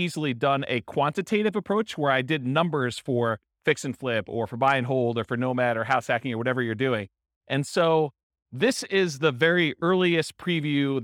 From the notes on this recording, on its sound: This was a live class recorded